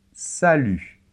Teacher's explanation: la lettre T finale ne se prononce pas